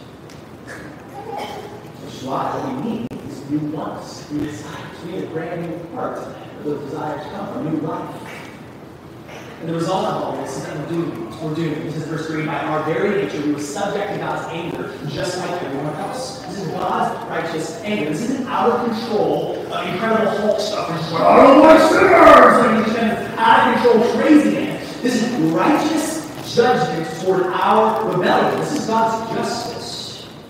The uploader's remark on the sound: Easter Sunday - apologies for the poor audio quality!